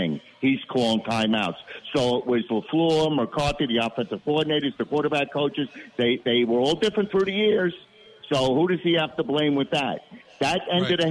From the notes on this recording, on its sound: Takes phone calls.